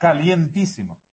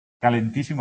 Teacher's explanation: en América utilizan todos el diptongo · Shown in: first take